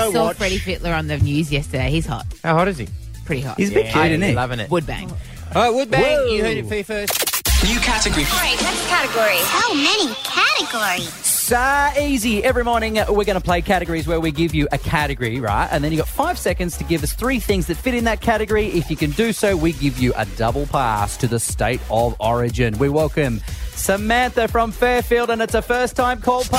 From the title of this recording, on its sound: was on the phone